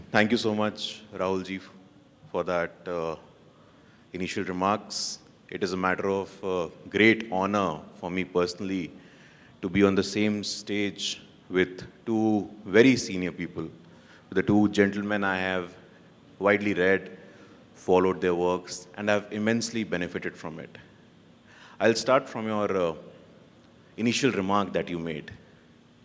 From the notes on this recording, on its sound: This episode is a live session from Jaipur Lit Fest 2022.